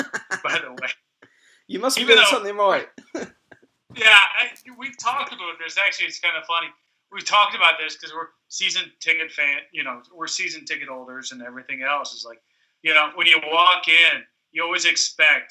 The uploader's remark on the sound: 3 way Skype. From Columbus Ohio.